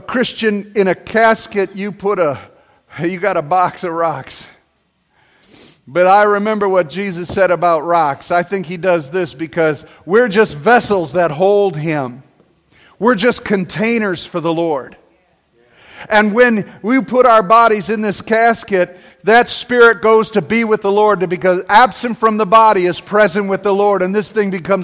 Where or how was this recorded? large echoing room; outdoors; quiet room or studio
large echoing room